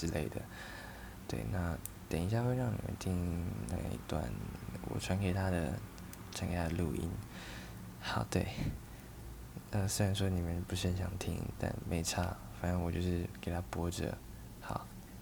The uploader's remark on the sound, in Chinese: 大家耳機不要開太大聲啊～ 我會繼續努力讓品質好一點。錄音時間超級短。